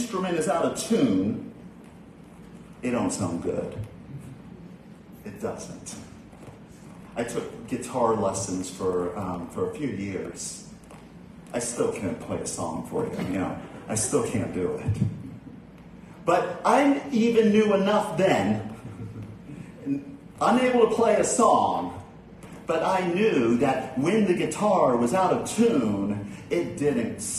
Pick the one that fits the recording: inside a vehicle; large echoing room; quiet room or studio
large echoing room